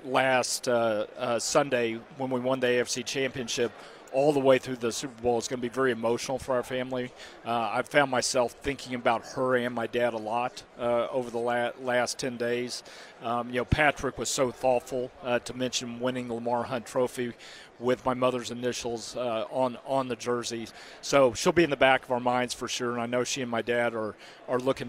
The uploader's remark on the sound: live from Radio Row in Las Vegas